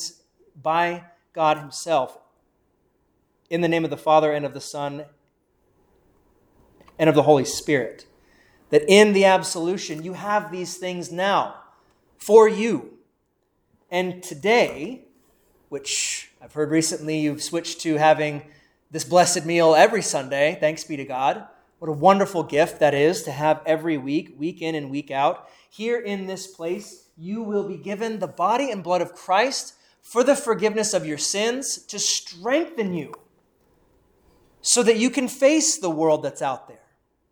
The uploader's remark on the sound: Preached at Saint Paul Evangelical Lutheran Church in Valley City Ohio